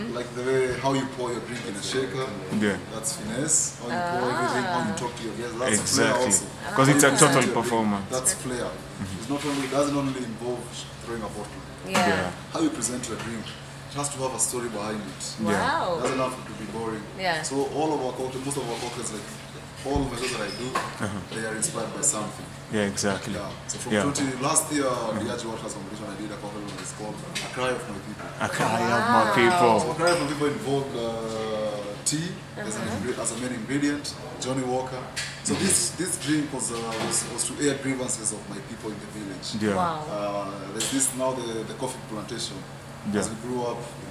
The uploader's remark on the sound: We apologize for the quality of audio on this podcast.